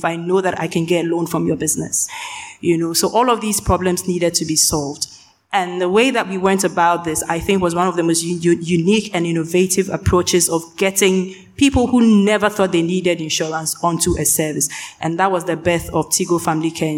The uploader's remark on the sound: The Future of Digital Financial Services was recorded live at the Africa Money & DeFi Summit - West Africa 2023, an Africa Tech Summit event. Panel session.